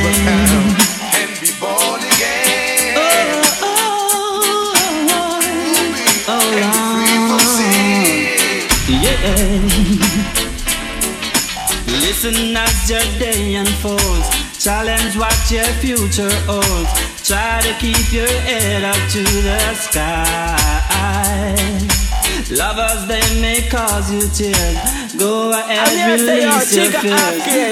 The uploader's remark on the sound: LIVE IN HARRISBURG PENNSYLVANIA